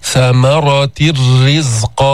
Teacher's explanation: ومن رزقناه، شددنا الراء، ثمرة الرزق، في البقرة، ثمرة الرزق، شددنا الراء وذهبت النون، ذهبت بالإدغام، أدغمت هذه النون في الراء · Term: الإدغام الكامل